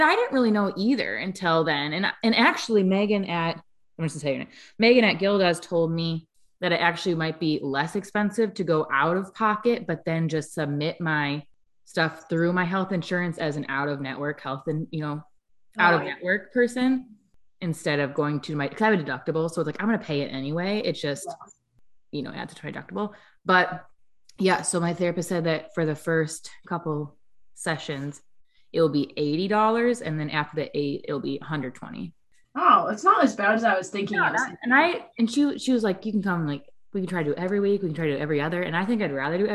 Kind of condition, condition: link, video call